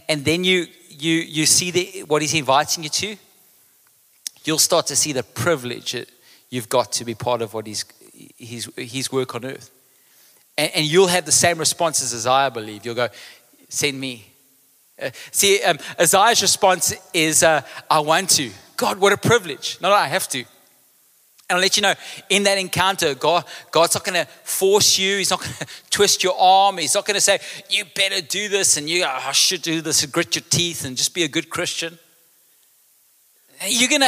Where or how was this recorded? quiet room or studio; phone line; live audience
live audience